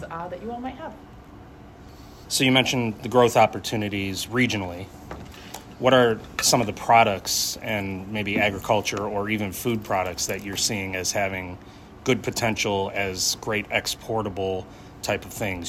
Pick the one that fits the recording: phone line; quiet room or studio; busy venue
busy venue